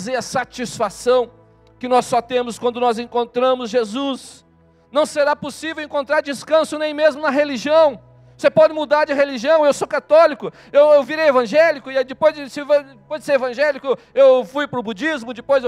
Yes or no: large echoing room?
yes